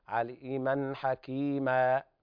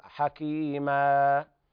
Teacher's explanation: مد عوض عن التنوين، مقداره حركتين · Shown in: first take